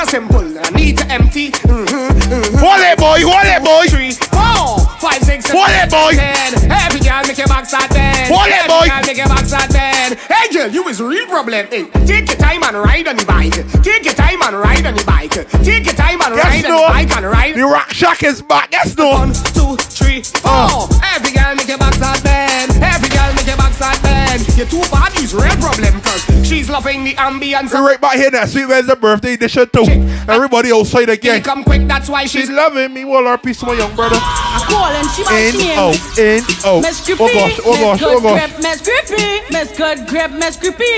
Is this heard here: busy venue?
yes